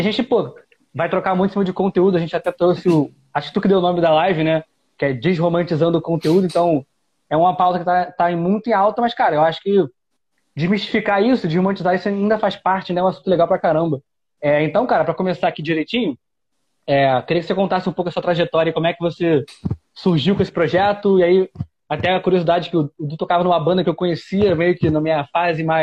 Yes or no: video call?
yes